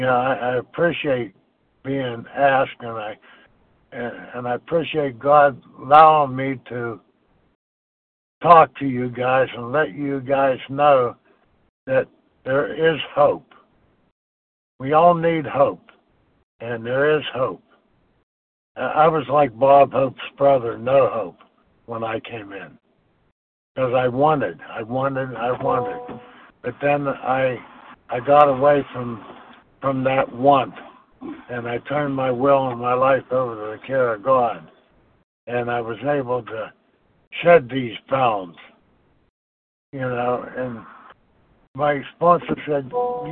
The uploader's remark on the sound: from the 100 Pounders Phone Meeting